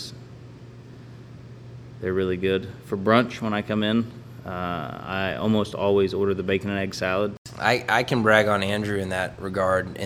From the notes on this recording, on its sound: It was recorded at their restaurant at 10am in the morning. They were the gracious hosts offering coffee, good strong coffee I might add.